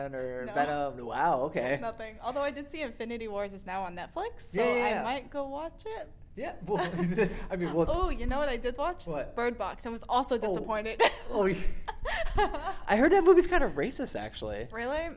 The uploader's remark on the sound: Recorded at Anime Los Angeles 2018.